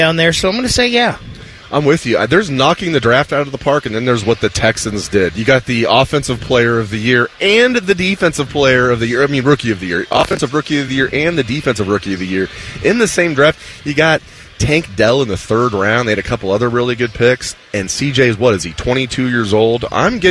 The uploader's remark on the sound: live from Hollywood Casino